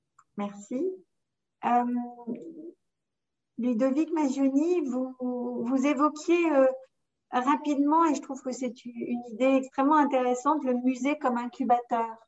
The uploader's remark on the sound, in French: Séance enregistrée le 23 septembre 2021 sur Zoom.